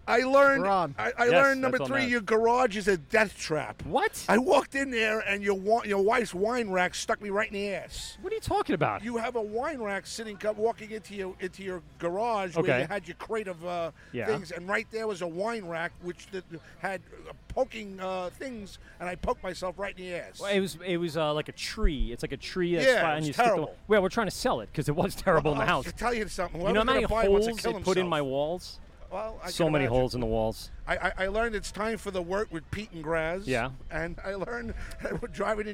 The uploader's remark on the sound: LIVE at the LI Craft Classic 2019.